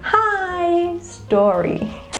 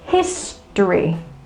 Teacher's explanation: You stress with the first syllable, which is his. · Shown in: second take